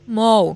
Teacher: as palavras que terminam em ol, O-L, em português, tendem a ter esse O aberto